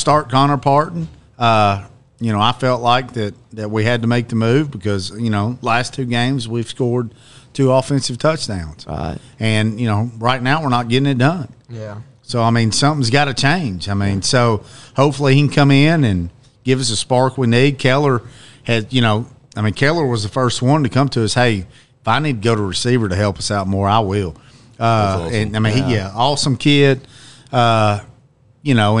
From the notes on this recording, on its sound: We're live at Barrel House BBQ